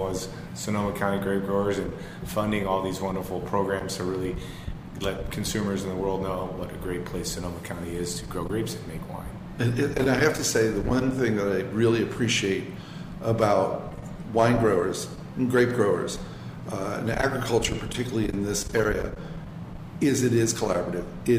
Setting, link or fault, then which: setting, busy venue